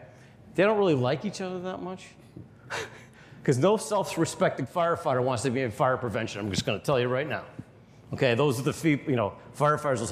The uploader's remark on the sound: MakeUSafe's live event recorded in Des Moines Iowa.